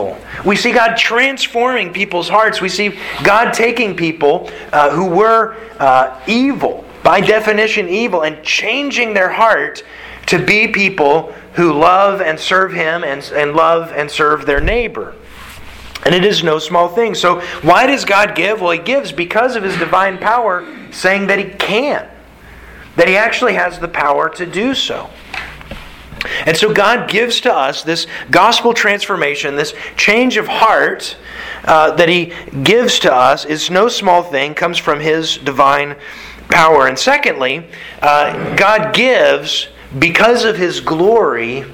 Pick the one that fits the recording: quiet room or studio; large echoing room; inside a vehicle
large echoing room